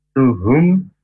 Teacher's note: Izhar jelas syafawi di bibir. Jadi M-nya itu harus jelas. Tidak boleh hum. · Term: izhar syafawi